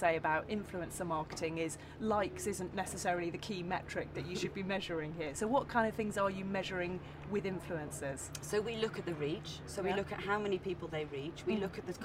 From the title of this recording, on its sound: Live at Cannes Lions